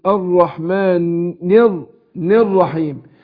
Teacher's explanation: اللام ادغمت في الراء زي اللام الشمسيه